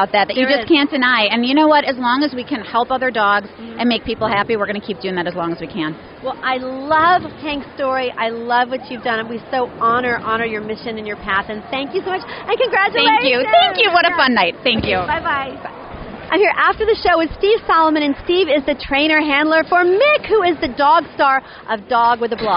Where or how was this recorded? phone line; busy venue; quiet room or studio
busy venue